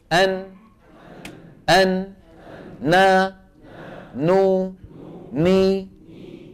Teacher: تتكون من عملين مجموعهما يشكل حرف النون. العمل الأول لساني، وهو أن طرف اللسان يقرع ما يحاذيه من غار الحنك. والعمل الثاني غنة من فين؟ من الخيشوم.